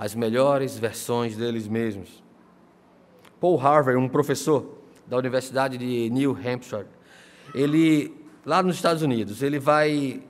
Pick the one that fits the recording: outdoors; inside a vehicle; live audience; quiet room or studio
live audience